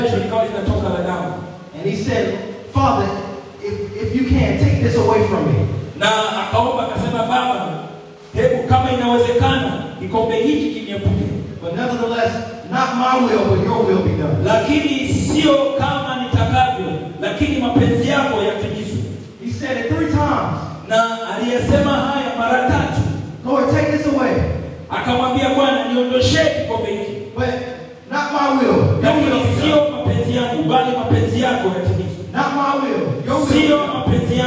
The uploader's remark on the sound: Youth Conference Day 2. Preaching at the Youth Conference in Zanzibar, Tanzania.